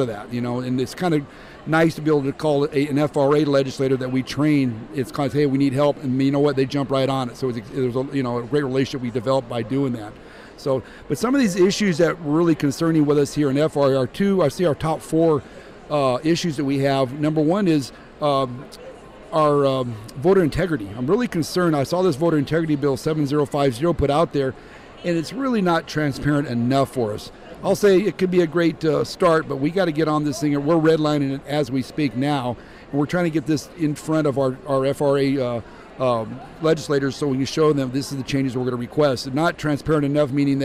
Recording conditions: busy venue